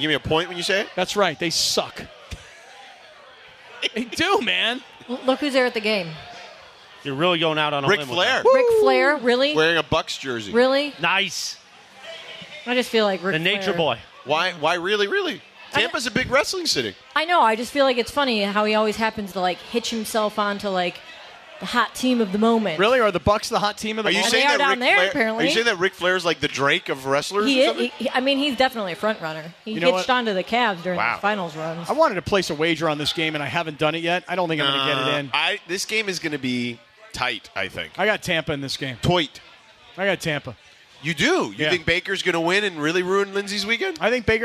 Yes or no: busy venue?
yes